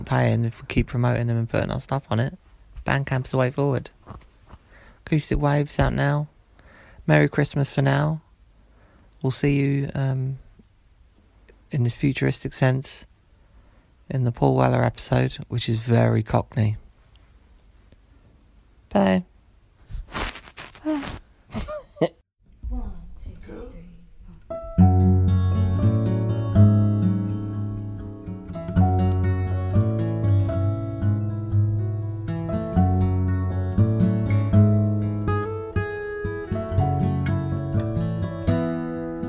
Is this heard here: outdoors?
yes